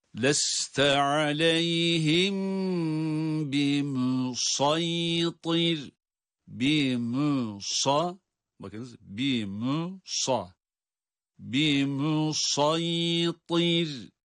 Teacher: Mim ötreli ince, sad üstünlü kalın, bimusa ama yaya bağlandığı için aynı kalınlıkla bağlanıyor.